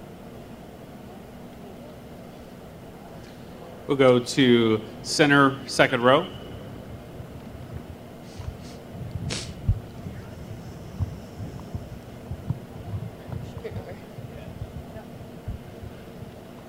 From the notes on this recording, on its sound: press conference at Big 12 Football Media Days